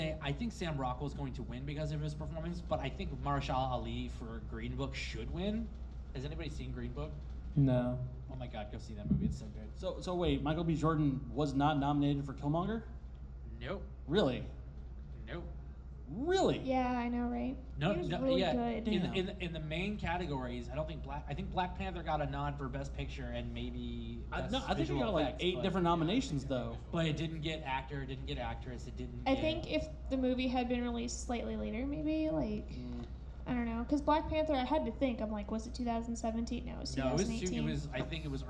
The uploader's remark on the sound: Live at Farpoint. We're live from Farpoint 2019!